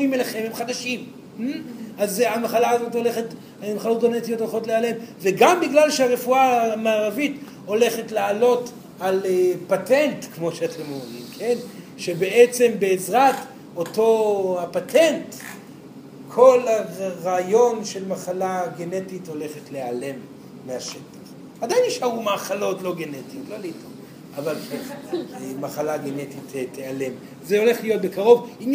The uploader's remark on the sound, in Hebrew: זוהי הקלטת מעגל חי בנוכחות תלמידים.